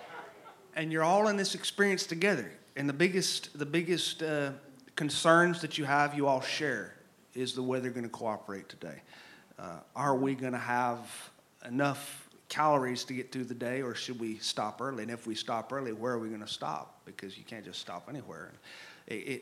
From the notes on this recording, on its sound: This episode was recorded live at The Franklin Theatre (Franklin, TN) on Oct.